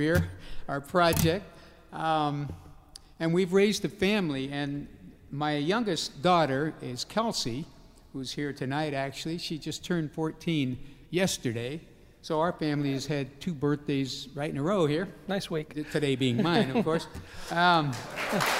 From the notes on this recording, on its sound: Recorded October 6, 2015 in front of a live audience at New York's 92nd Street Y.